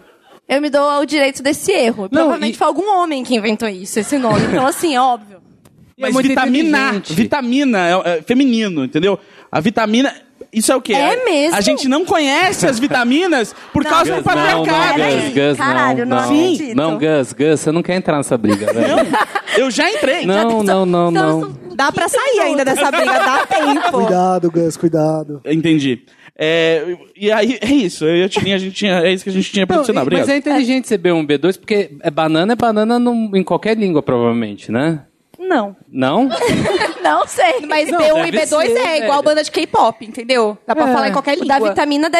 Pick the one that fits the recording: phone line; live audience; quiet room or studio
live audience